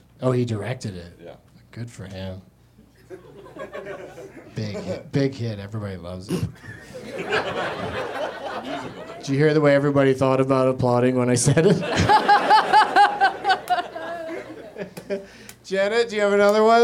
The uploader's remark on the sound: Live from the UCB Franklin in LA